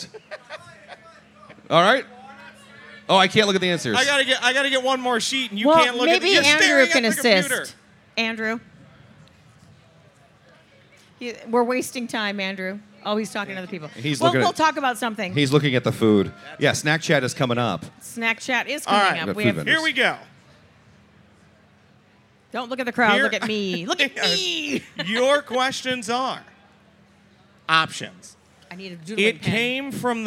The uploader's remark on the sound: Live from the MN State Fair! Say Too Much LIVE from the Minnesota State Fair!